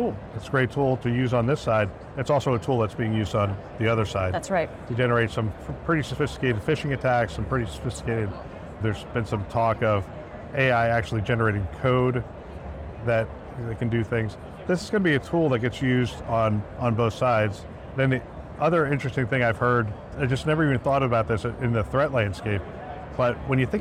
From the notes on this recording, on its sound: Today on the Conference channel, it’s an Interview in Action live from HIMSS 2023.